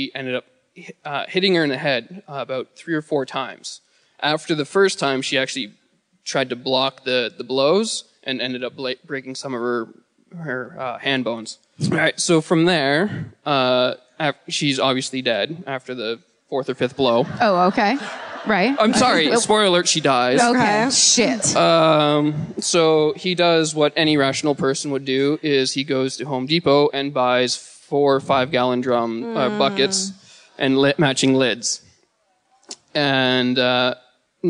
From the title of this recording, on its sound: Live at the Sony Centre in Toronto